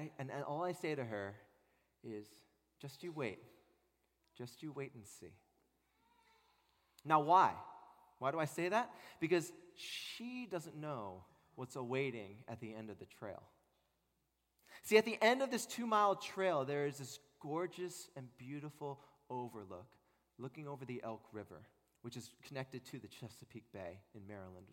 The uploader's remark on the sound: At Redeemer Presbyterian Church in Charleston, SC